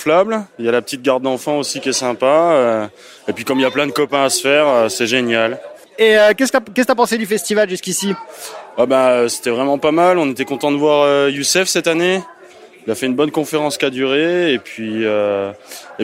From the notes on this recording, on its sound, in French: Festival de la réconciliation 2021. Avec son "micro-champêtre" parcourt les allées du festival pour recueillir impressions et avis des visiteurs.